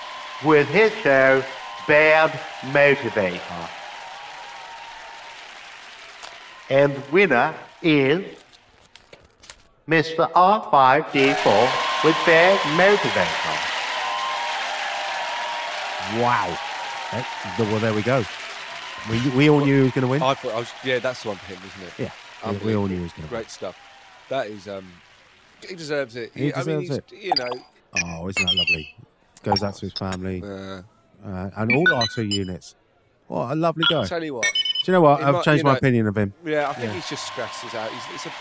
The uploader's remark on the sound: Live from... The Hoth Fringe